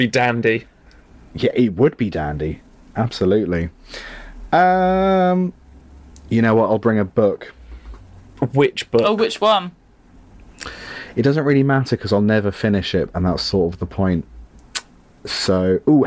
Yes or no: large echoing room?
no